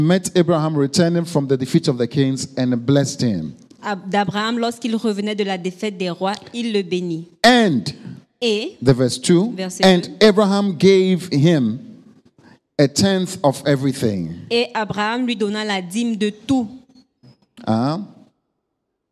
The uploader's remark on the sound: Preached during Joyful Hour Sunday Service Rabat